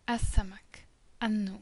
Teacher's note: So when you have a sun letter, when you're not expected to read out the L, a shadda is added on the letter, and you double that and skip the L.